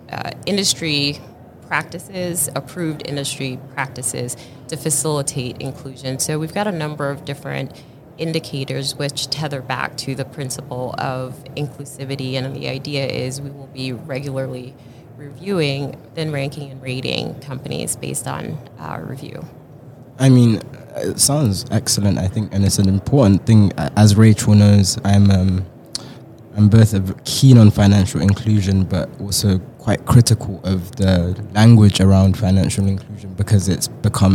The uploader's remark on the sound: This was LIVE at the Money20/20 US show in Las Vegas in October 2022.